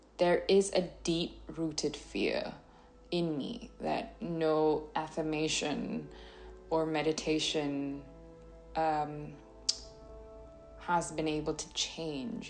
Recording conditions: sounds in the background